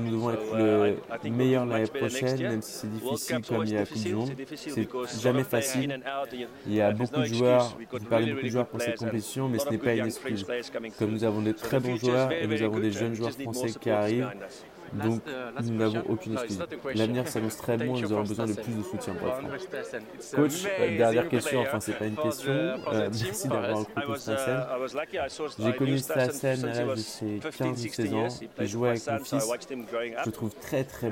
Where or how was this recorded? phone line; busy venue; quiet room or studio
busy venue